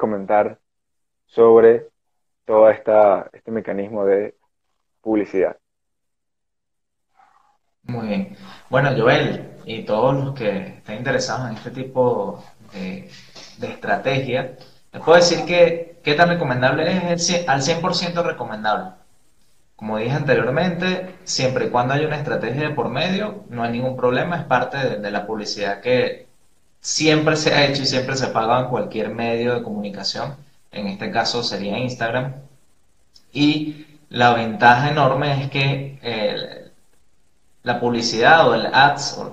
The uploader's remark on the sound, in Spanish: que realizamos a través de un Instagram Live